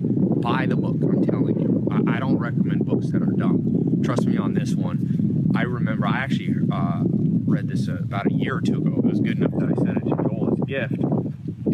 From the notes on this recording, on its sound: Recorded a video for you out in the snow by the chickens and pigs.